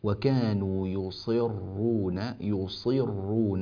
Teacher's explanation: في قوله تبارك وتعالى في الآية 46 وكانوا يصرون، انتبهوا أن هذه الصاد المكسورة مفخمة